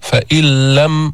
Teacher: فإذا لفظنا الحرف الثاني مشددا، النون دخلت في اللام، لم يبق من صفة النون شيء · Term: إدغام